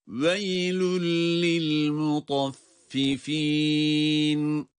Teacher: Tenvin kendisinden sonra gelen bir lam ile bir arada idgamlı okunacak. Veylün li değil, veylül lil mutaffifin, tenvin lama idgam edilecek.